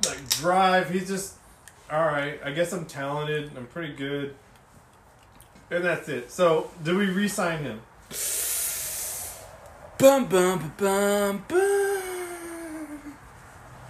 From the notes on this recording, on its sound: Nose wheezing is back again. Apologize and will work on another microphone.